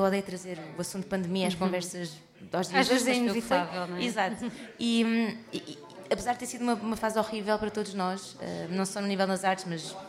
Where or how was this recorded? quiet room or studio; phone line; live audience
live audience